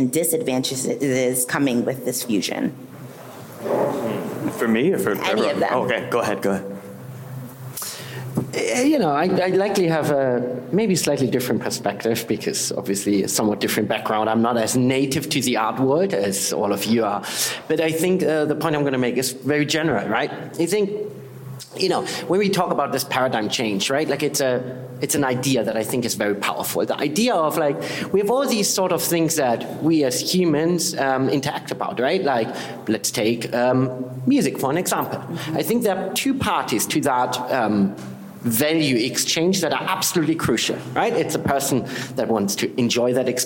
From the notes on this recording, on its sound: Presented by Beatport.io, the "Digital Resonance" panel at Gateway Korea featured a varied array of viewpoints presented by five distinct speakers representing different areas of the music industry.